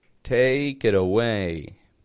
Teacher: And notice the flap T in there. The T in the word it becomes a D.